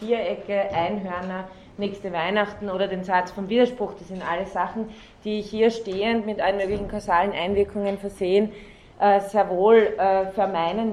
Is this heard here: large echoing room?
yes